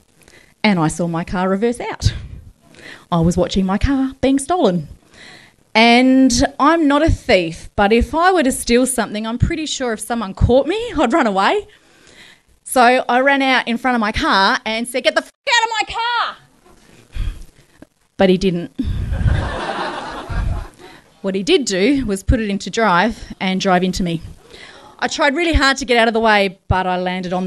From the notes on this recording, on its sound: told live on stage at a tiny pub in the huge state of Western Australia